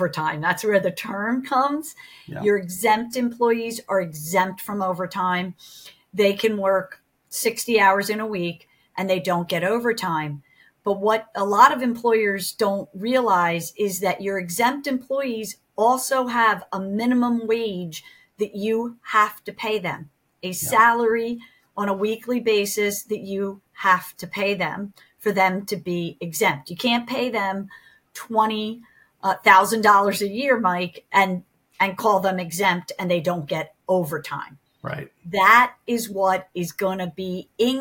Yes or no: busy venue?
no